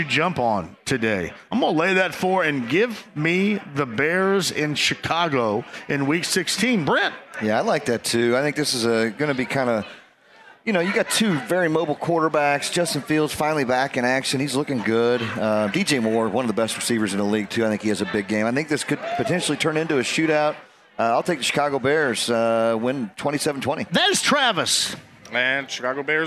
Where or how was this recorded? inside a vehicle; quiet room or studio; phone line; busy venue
busy venue